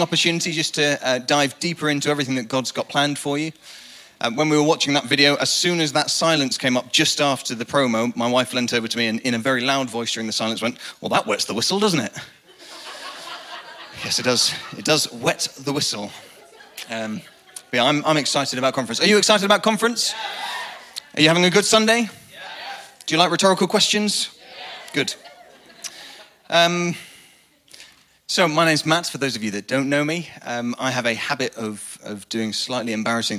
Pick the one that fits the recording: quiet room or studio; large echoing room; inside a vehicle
large echoing room